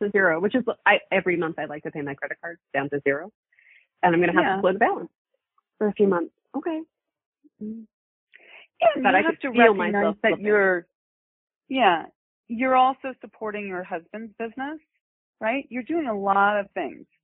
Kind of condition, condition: link, phone line